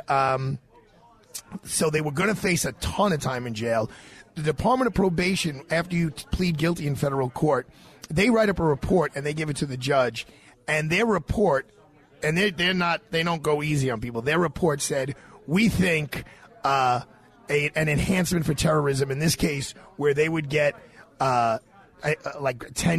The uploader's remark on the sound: LIVE FROM MARCO POLO RISTORANTE